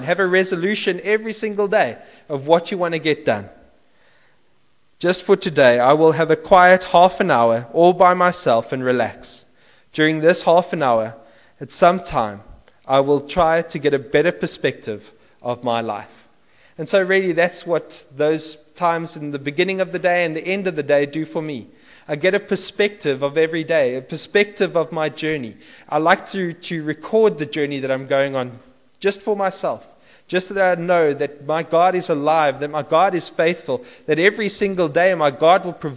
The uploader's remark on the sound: Preached at St Marks Methodist - Cape Town